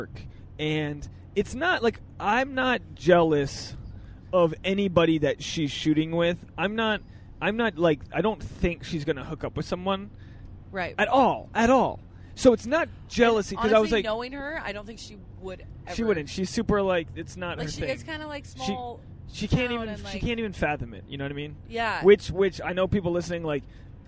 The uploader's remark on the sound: This episode is our first 'CarCast'.